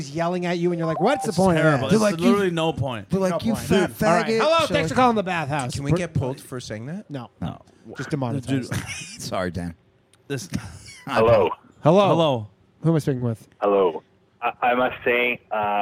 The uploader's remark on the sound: The Bathhouse is a live call-in show recorded from the green room of The Stand Comedy Club in New York City.